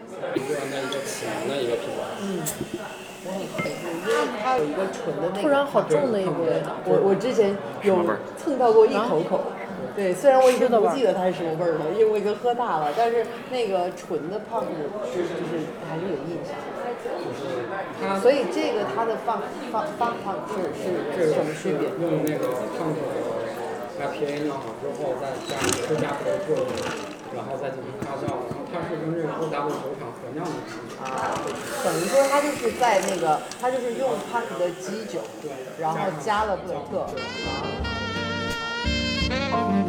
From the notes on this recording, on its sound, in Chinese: 在3月份麦子店“野菌与世涛”的品酒局里，我们在现场做了一个声音纪录，节目里穿插了部分现场录音